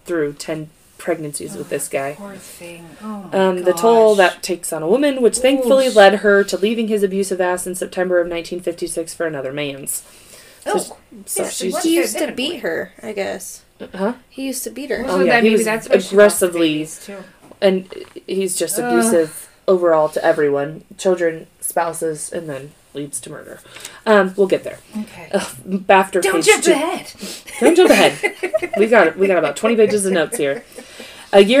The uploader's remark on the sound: Lots of loud laughs and sounds however so radio adjustment as needed.